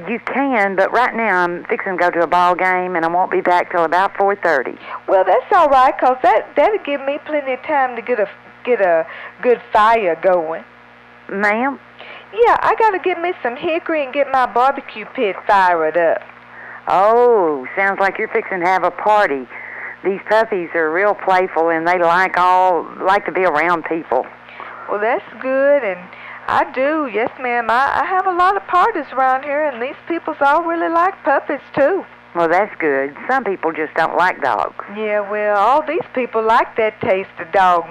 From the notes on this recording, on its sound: Prank Phone Calls